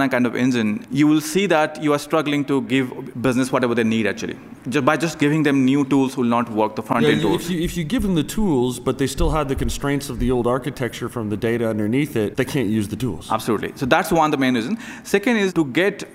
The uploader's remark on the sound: Recorded at TechEd 2016 in Las Vegas.